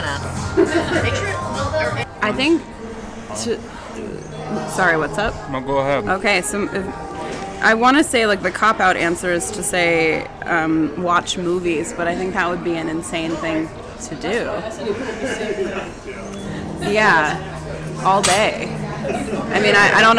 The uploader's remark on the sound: Recorded live (to tape) at the Topgolf in Tucson, AZ on February 19, 2023